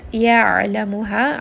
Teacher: ayn is going to have tawassut, so I am going to kind of roll this around in the throat